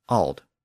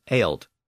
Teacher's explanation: But the Saxon version was ailed, with a slightly different vowel pronunciation at the beginning. The Anglian version has a single vowel sound, ah. But in the Saxon version, the vowel is broken into two separate vowels, a and ah. So instead of ah, you get ea. · Term: diphthong